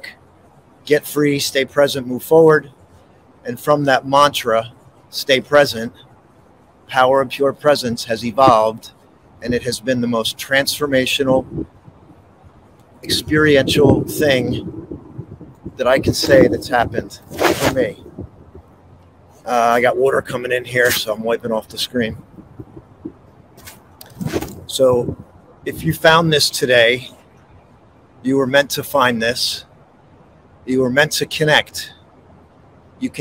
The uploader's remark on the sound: This Episode originally streamed live on location at Behind the Philadelphia Museum of Art on the Schuylkill River. The audio from this podcast was taken directly from this live stream.